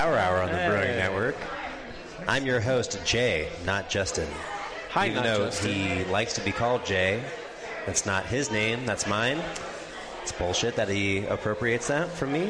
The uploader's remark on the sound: continues its live broadcast from Fort Collins